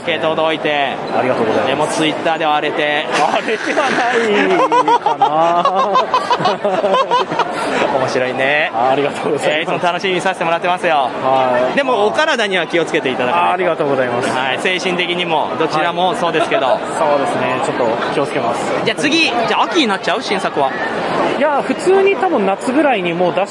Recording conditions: busy venue